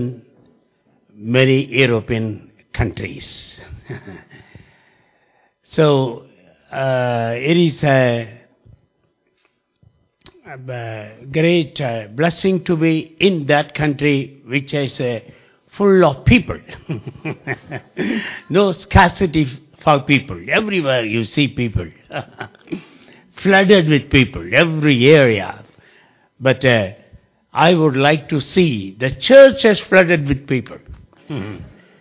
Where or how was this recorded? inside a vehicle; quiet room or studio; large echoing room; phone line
large echoing room